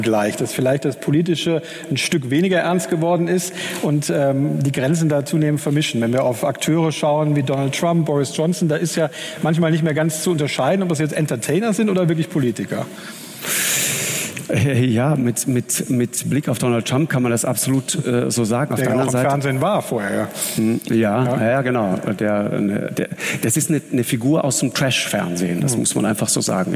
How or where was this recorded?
live audience